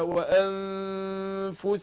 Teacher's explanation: لسه برضه وأنفسهم اللي شوف مدة الغنة دي، حركتين مش وأنفسهم كده على طول، لا وأنفسهم.